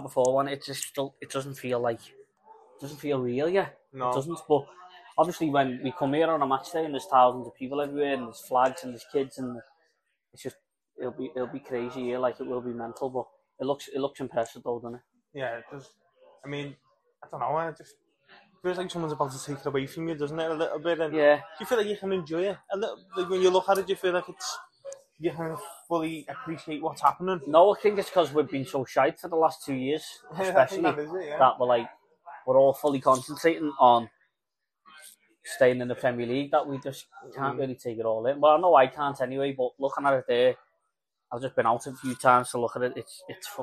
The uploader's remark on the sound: do a podcast sat in the Bramley Moore pub